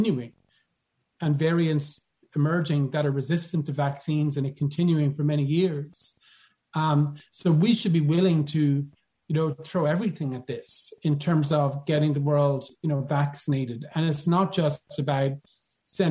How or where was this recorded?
video call